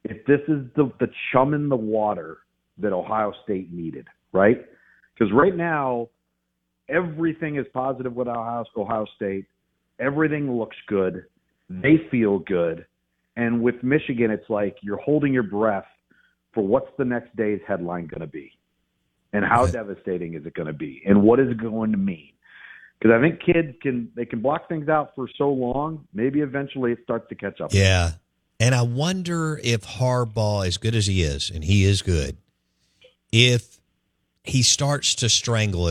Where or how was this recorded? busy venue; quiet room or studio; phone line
phone line